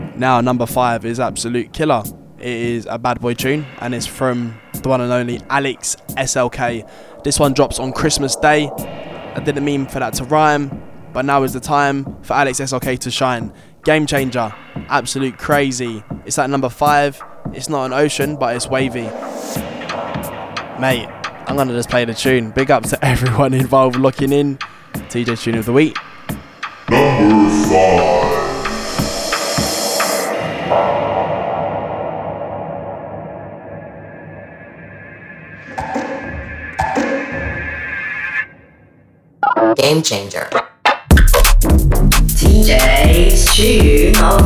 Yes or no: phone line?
no